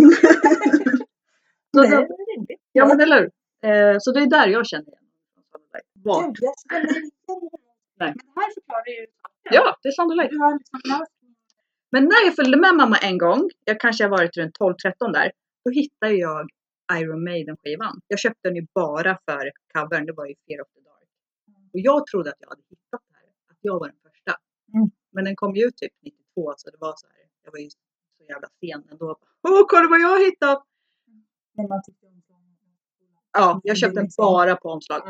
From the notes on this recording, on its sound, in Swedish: Svajig ljudkvalité